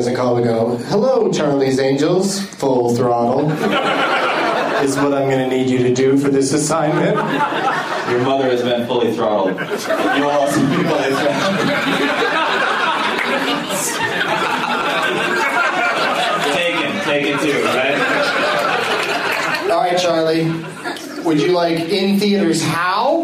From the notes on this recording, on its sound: against audience members at Zanies in Rosemont, IL.